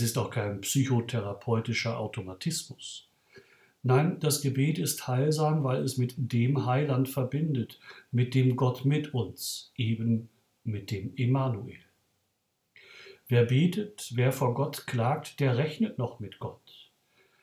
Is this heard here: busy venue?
no